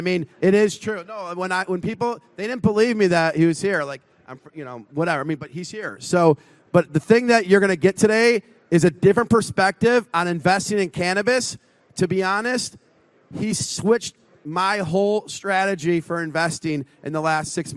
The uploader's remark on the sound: At the Benzinga Cannabis Conference in Miami Beach. At the Benzinga Cannabis Conference in Miami Beach.